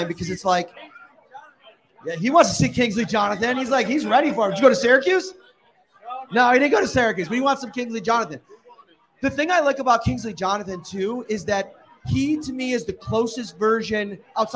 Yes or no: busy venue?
yes